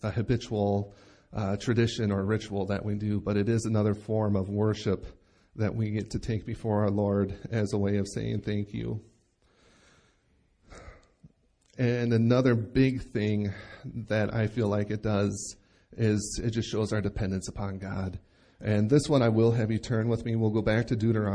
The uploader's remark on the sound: Recorded live at Bethany Bible Church